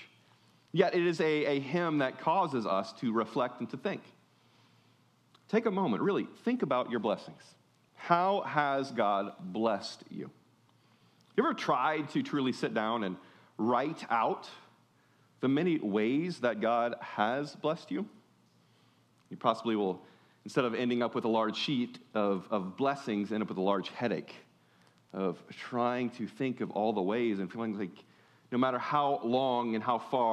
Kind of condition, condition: setting, large echoing room